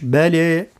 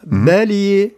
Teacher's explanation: هناك من يقرأ بالإمالة الصغرى كما ورش بلى، وهناك من يقرأ بالكبرى بلي هكذا